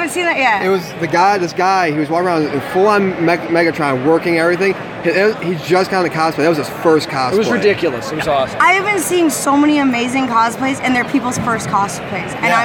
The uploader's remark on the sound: During our live coverage of Tidewater Comicon 2016 this past weekend.